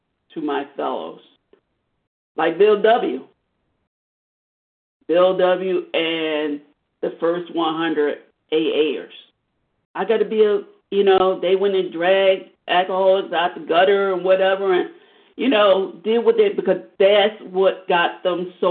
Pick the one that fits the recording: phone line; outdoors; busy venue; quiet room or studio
phone line